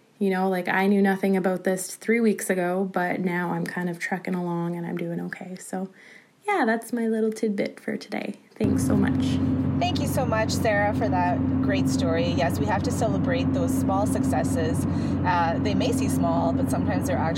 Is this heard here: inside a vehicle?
yes